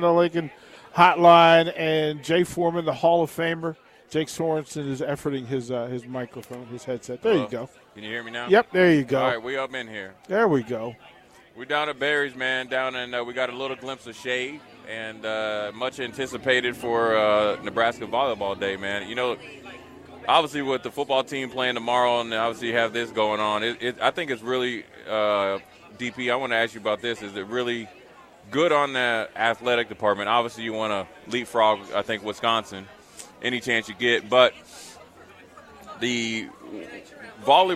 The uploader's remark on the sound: LIVE from Berry's (Volleyball Day In Nebraska)